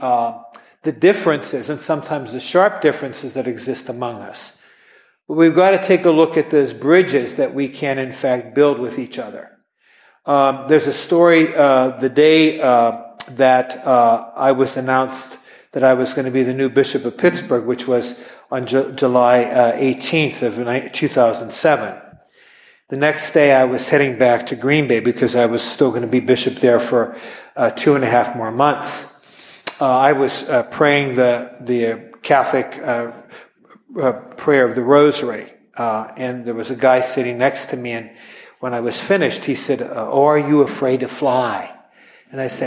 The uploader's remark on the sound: at an event we recently hosted